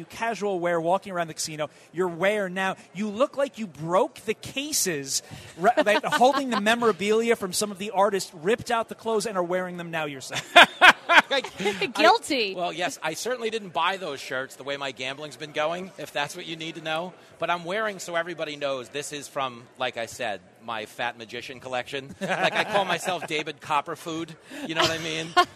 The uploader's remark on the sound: Plenty of radio madness live from the Hard Rock in Hollywood. Mingling around the Hard Rock. Broadcasting live from the Patriot Awards in Hollywood, FL.